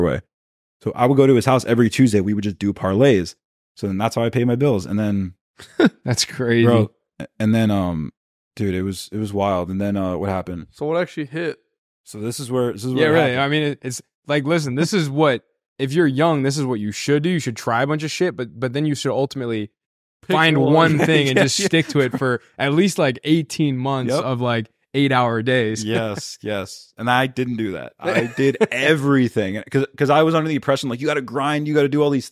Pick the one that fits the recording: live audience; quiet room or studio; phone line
quiet room or studio